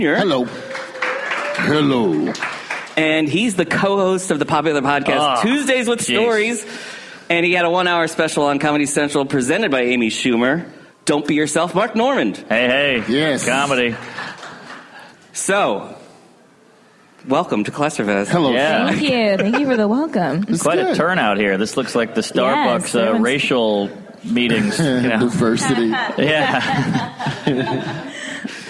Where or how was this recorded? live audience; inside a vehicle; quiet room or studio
live audience